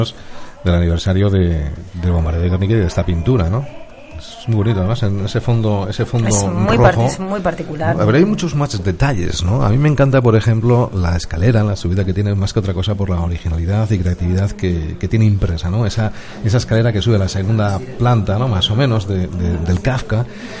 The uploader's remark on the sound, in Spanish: Nos complace presentarte nuestro primer programa en directo desde el Bar Kafka de Valladolid. Este rincón de copas en nuestra ciudad.